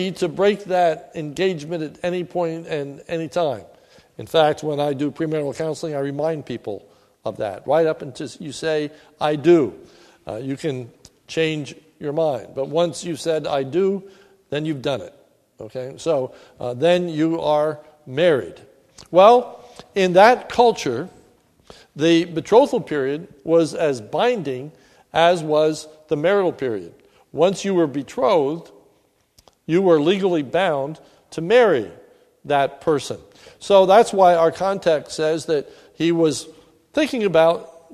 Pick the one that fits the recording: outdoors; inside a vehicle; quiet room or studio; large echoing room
large echoing room